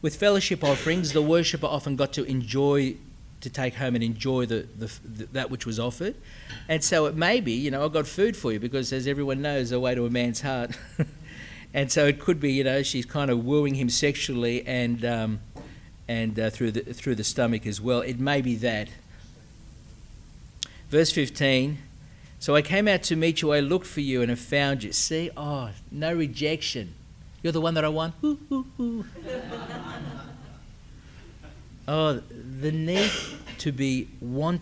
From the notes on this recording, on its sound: speaking as part of Refresh 2010, a conference for approved Geneva Push church planting couples.